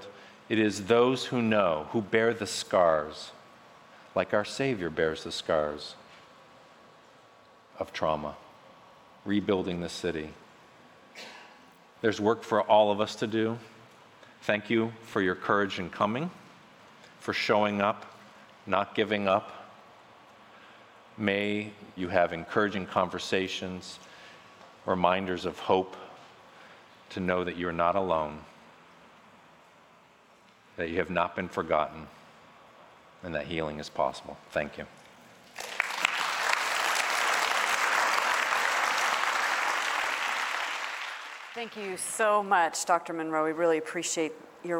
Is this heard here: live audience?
yes